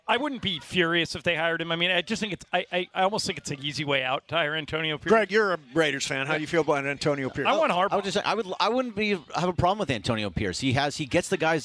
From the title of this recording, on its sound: LIVE From Ralphs in Redondo Beach!